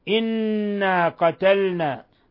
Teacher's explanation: نون مشددة في لفظ إنا في الضمير تغن مقدار حركتين